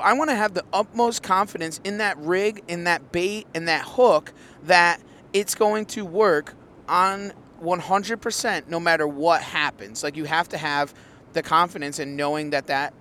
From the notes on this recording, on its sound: Driving home from GAOS Harrisburg PA.